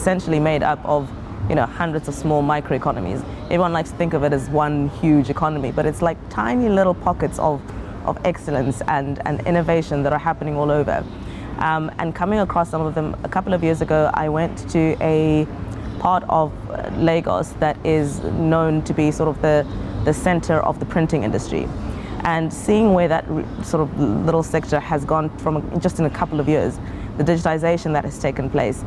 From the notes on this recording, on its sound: To kick off this season, I’m going to take us back to Dakar, to the beautiful conference space at hotel Terrou bi where we hosted our latest West African Summit. Throughout the conference I chatted various stakeholders in our ecosystem.